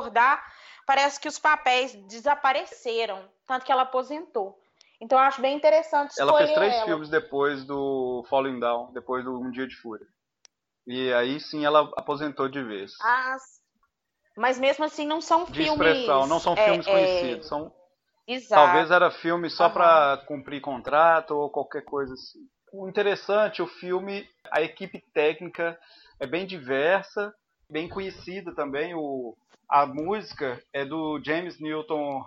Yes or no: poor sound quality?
yes